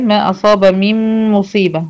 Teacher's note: ده إدغام كامل بغنة، نون ساكنة بعدها حرف الميم